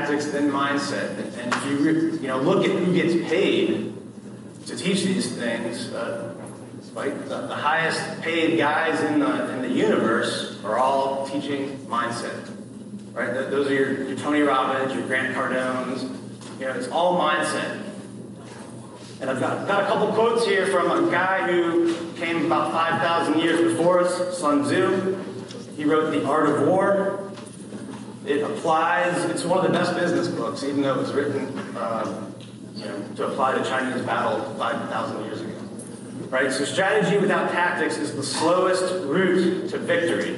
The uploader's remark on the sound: addresses realtors attending Lab Coat Agents Live in San Diego, California